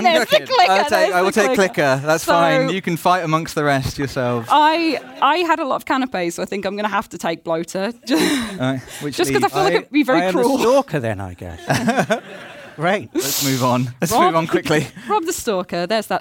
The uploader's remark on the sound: The PlayStation Access Podcast is BACK with a special live episode in celebration of The Last of Us Part I. A live audience at BAFTA.